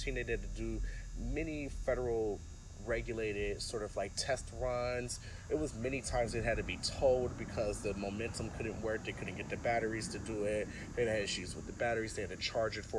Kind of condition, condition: setting, outdoors